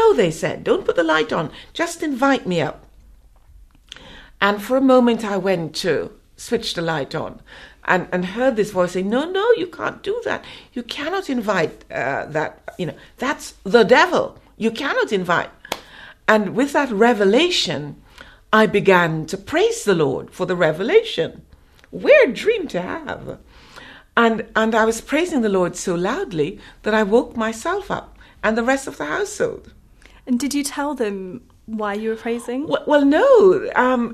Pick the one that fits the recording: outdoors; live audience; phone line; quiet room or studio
quiet room or studio